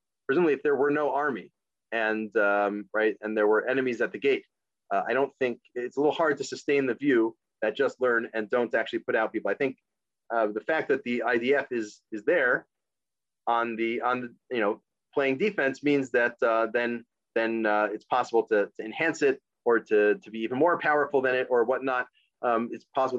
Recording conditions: video call